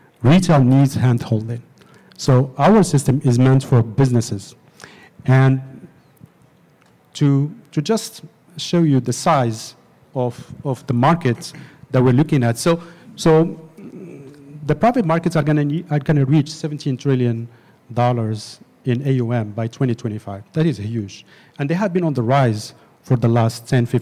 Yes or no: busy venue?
yes